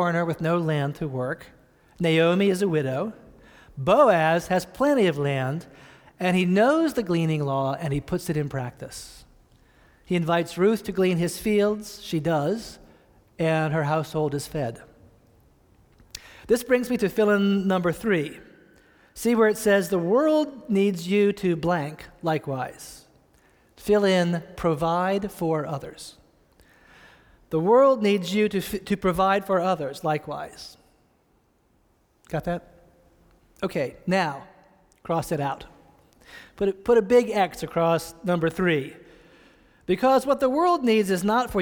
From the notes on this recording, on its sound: preached this sermon on October 18, 2015, at Reservoir Church in Cambridge, Massachusetts.